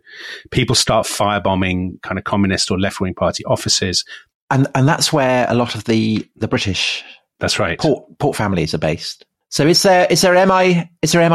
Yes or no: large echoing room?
no